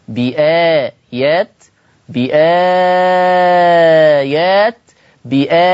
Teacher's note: مد بدل فيه لورش القصر 2، التوسط 4، الإشباع 6